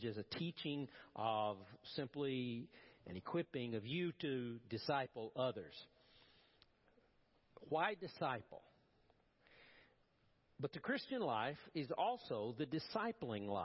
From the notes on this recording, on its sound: Preached at First Baptist Church of Powell